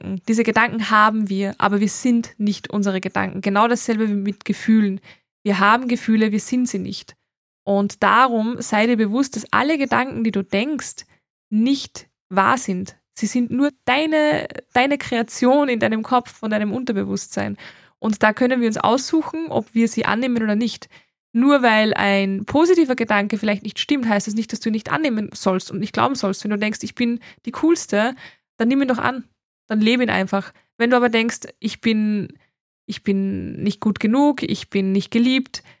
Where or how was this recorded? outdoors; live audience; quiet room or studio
quiet room or studio